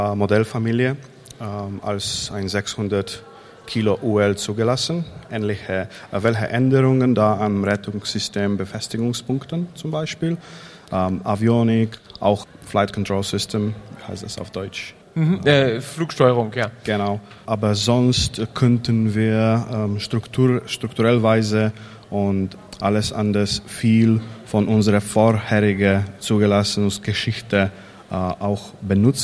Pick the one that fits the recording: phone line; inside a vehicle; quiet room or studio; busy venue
busy venue